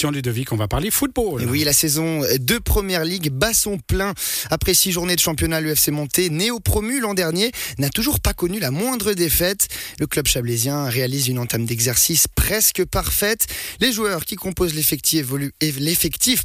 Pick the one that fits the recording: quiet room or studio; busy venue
quiet room or studio